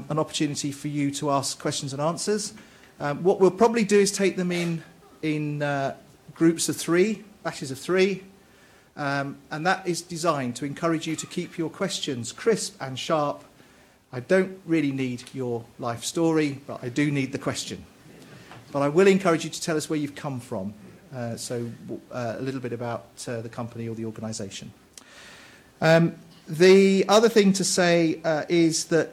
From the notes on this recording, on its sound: delivered a lecture as part of the Bristol Distinguished Address Series